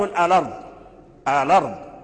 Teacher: قال أولام تعريف، كذلك لام التعريف، لام التعريف كذلك يحرك ورش يحذفها الهمزة من إذا يعني كانت الهمزة ووقع قبلها لام التعريف، فورش يحذف هذه الهمزة ويحرك لام الساكن بحركتها